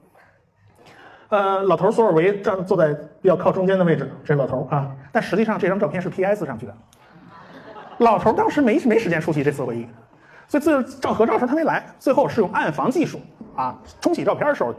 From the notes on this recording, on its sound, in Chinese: 重庆精典书店讲座实况录音。我把这次讲座是实况的音频先放上来，时间很长。因为是现场即兴发挥，比不得平时的录音节目，我还做不到出口成章没有废话。